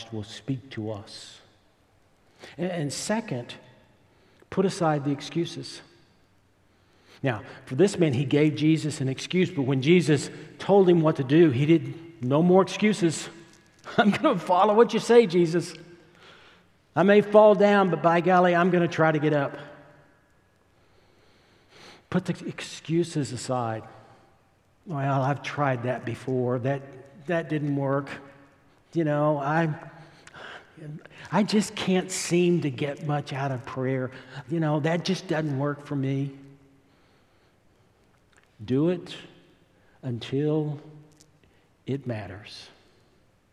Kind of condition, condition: setting, large echoing room